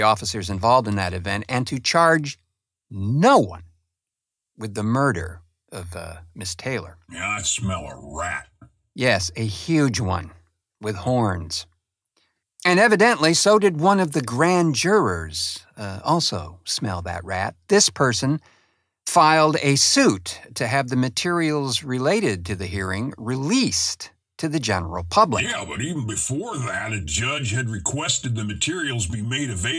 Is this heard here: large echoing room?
no